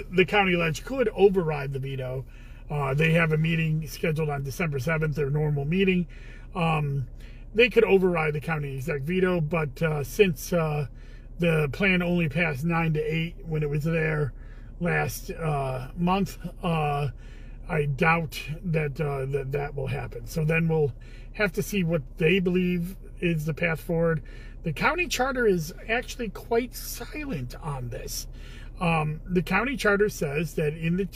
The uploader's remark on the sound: Commissioner in a Car